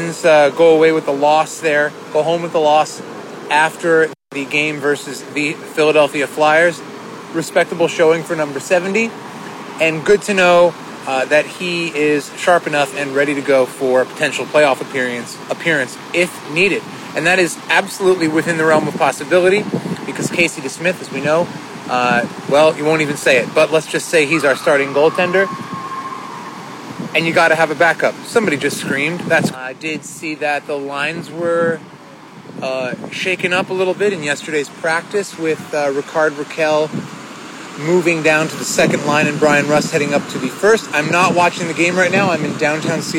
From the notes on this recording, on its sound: Seattle Work Trip #4. The audio is a little suspect here, as I was standing amidst the buffeting downtown winds directly at the base of the Space Needle in Seattle, WA.